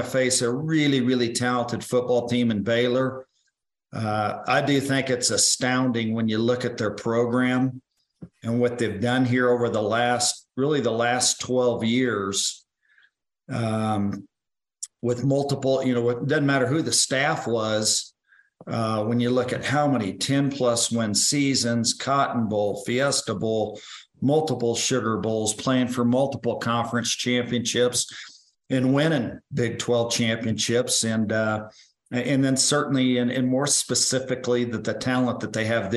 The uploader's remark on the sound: Zoom Call 12-12-2022.